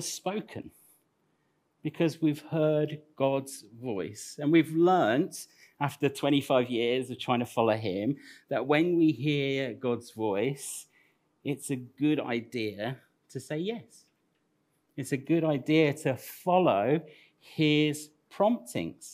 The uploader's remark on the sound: Recorded at Central Vineyard, 42 sheet street, Northampton 28th Nov 2021